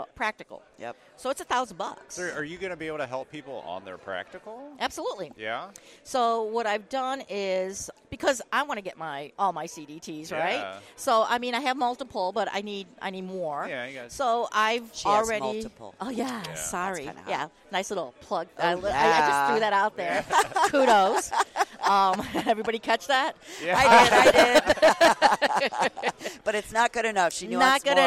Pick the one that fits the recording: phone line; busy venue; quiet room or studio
busy venue